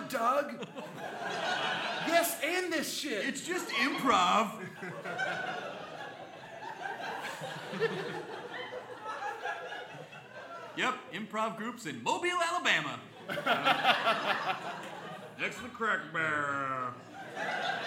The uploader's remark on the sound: Our second live show. Recorded 5/11 at Largo in Los Angeles.